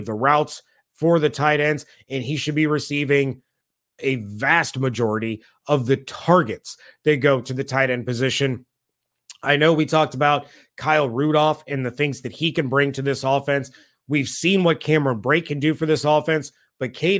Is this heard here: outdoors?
no